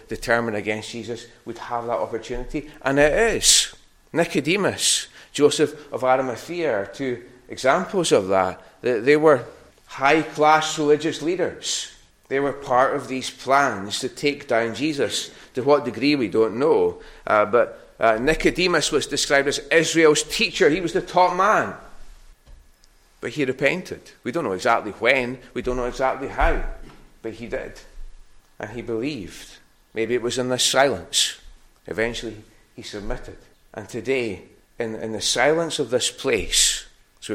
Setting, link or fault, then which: setting, large echoing room